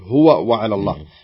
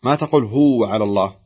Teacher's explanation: ما تفصل، لأنها أصلا ووين وكل واو عليها حركة · Shown in: first take · الله لا إله إلا هو وعلى الله، تنطقها بهذا الشكل، هو وعلى الله، ما تقول هو وعلى الله.